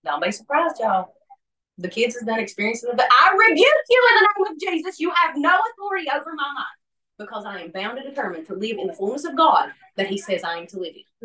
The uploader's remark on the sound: hosts a Bible study via zoom.